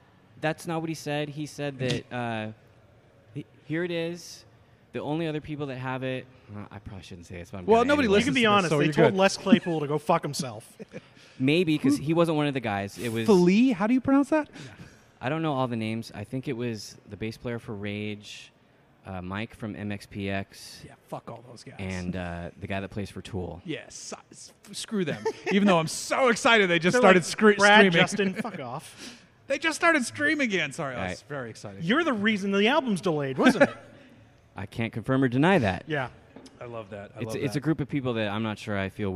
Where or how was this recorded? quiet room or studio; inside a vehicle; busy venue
busy venue